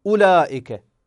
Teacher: هذه هي صفة الهمزة، لا تتغير، صفة مستفلة، ولا يمكن أن أغلظ أو أستعلي حرف الهمزة، لا يمكن لي، أينما وردت، في أول الكلمة، في وسط الكلمة، في آخر الكلمة، قبل أي حرف وبعد أي حرف وردت الهمزة، لا يمكن أن تتغير صفتها.